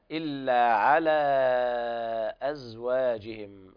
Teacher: مد منفصل، حفص يقرأه بالتوسط أربع حركات